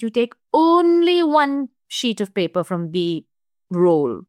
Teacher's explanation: And my voice and my intonation, I'm stressing the only.